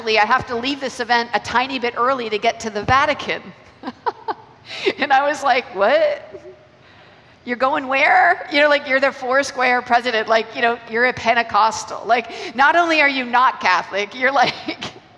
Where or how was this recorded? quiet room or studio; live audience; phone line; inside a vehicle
live audience